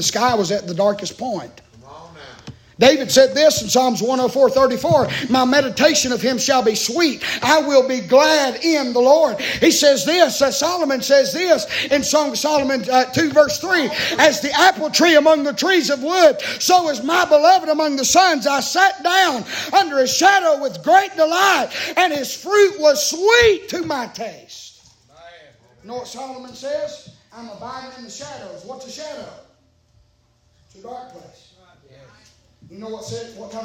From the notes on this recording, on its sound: Preaching live from Still Water Baptist Church.